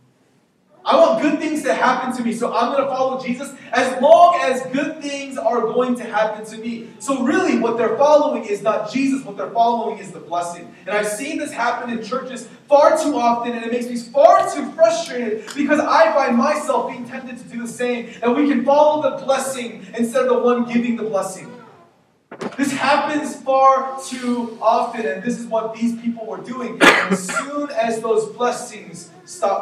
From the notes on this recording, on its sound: We apologize for the poor audio quality.